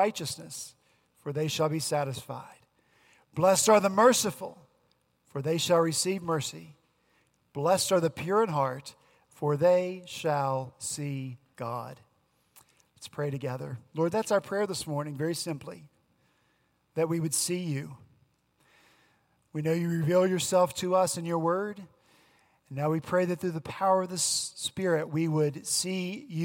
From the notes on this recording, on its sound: At Redeemer Presbyterian Church in Charleston, SC, our senior pastor on Sunday, August 12